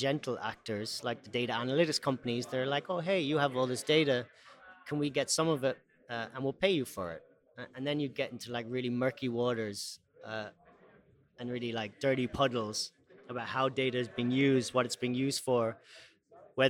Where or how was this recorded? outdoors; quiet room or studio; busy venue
busy venue